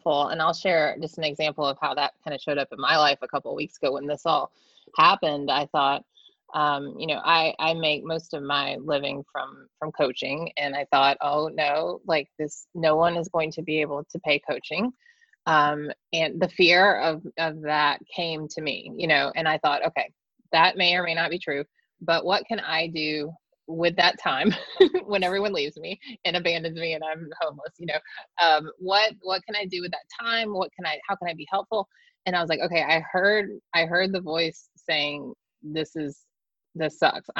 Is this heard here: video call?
yes